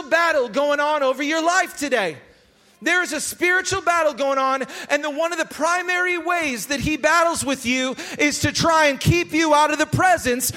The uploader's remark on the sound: Recorded live at Hope Church in Springfield, Mo.